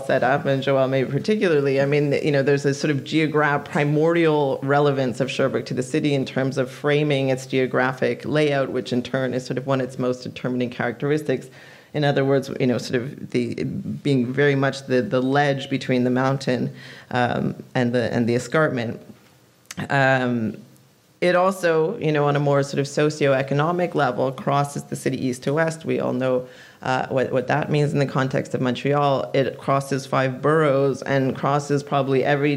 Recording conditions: live audience